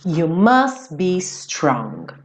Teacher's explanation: Aqui o T do must sumiu.